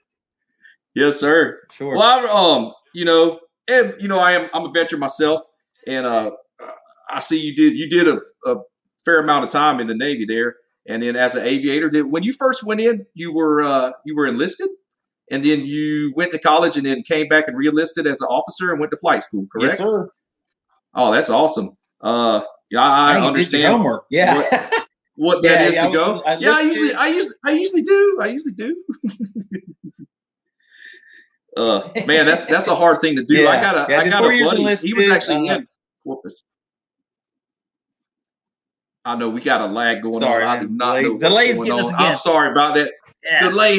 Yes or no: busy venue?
no